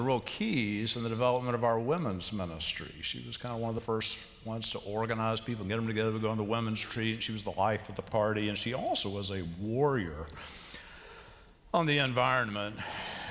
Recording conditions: large echoing room